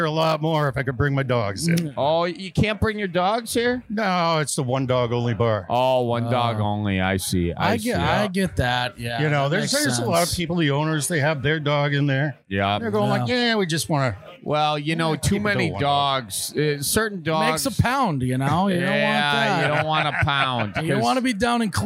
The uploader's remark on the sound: We are on location this week at The Newport in Milwaukee.